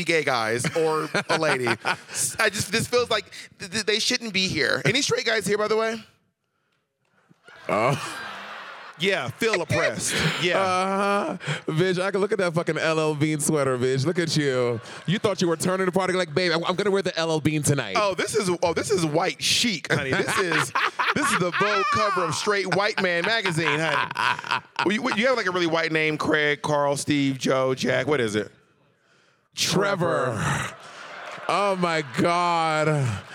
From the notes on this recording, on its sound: Live in Aspen. Coming to you live from Aspen! In mountains earlier this year during Aspen Gay Ski Week 2022.